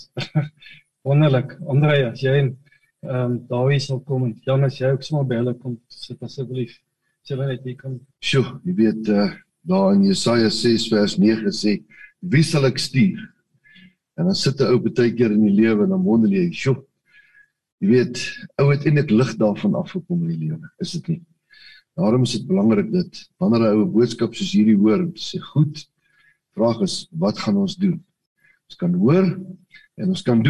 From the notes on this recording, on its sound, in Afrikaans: Manne van die Woord Zoom Byeenkoms 7 Junie 2022